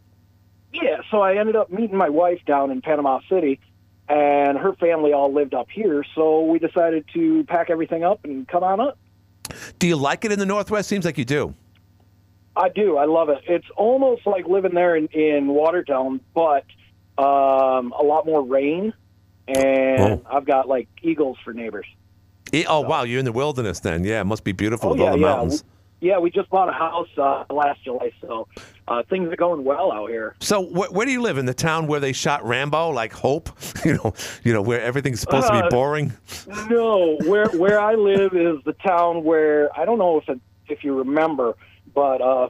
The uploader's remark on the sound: Councilwoman called. Including two callers who are auditing petitions for Watertown city council races.